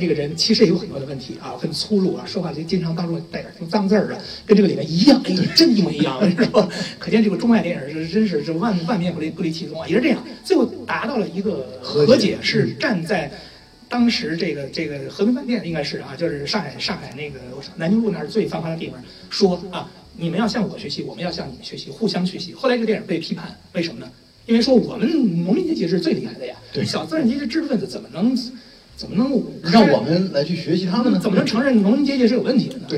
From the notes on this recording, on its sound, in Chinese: 奇妙电台的线下组织——奇妙观影团，是一个组织影迷沉浸式的欣赏电影的组织。本期节目就是奇妙观影团的《绿皮书》观影活动的映后分享环节的录音。